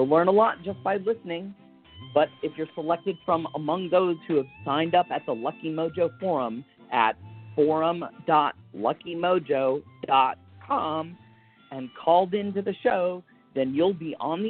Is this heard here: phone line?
yes